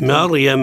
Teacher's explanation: الراء حكمها التفخيم لأنها مسبوقة بفتح